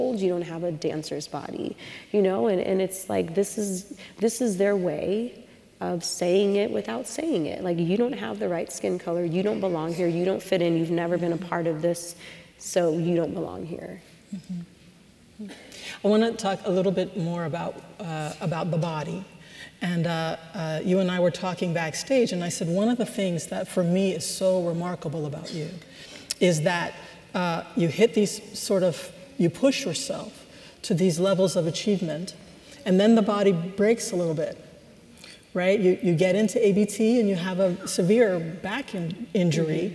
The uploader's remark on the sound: at UW’s Meany Hall on March 24, as part of UW Graduate School lecture series